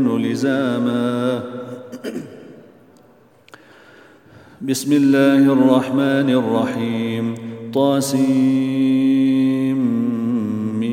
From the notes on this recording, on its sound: at the Houghton Masjid (West Street)